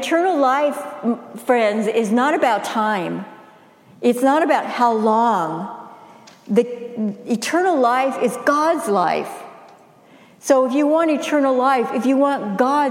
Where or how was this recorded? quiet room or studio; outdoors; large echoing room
large echoing room